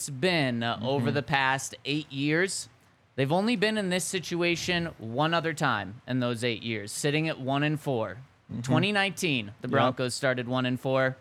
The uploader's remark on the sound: coming to you LIVE from the DNVR Bar